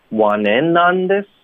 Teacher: 我们的重音应该是 in want in onthis，而不是 this want in onthis